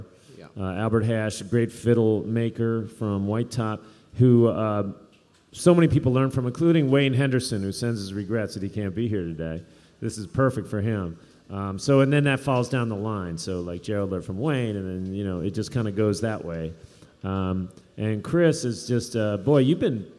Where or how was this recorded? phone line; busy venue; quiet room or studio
busy venue